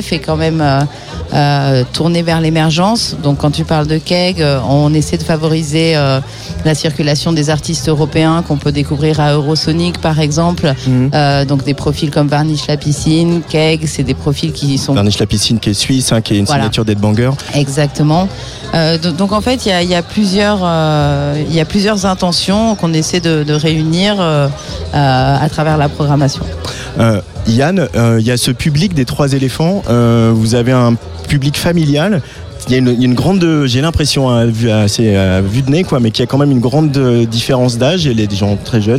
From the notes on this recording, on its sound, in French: Les 3 Éléphants, en direct de la Promenade Anne d'Alègre, sous le regard bienveillant d'une famille de moutons.